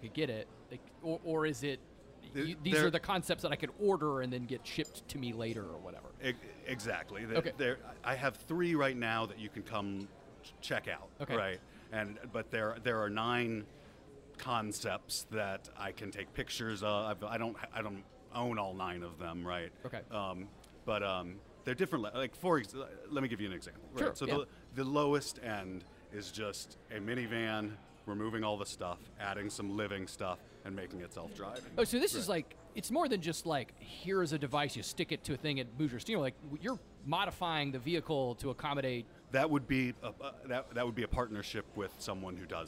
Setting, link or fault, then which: setting, busy venue